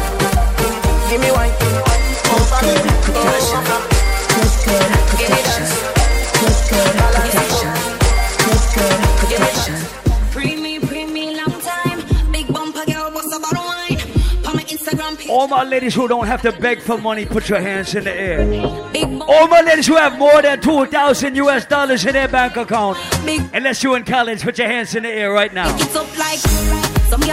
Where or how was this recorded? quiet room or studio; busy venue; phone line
busy venue